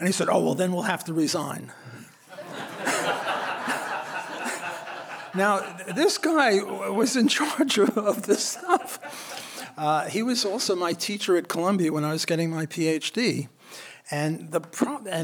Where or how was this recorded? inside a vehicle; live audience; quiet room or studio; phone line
live audience